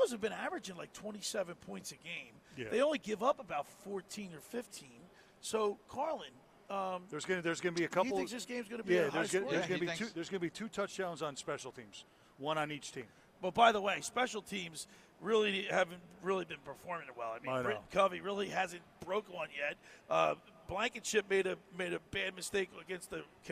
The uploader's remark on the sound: The Locker Room broadcasts Live from the Pool at Harrah's for the NFL Sunday Splash. NFL Sunday Splash show live from the Pool at Harrah's in AC.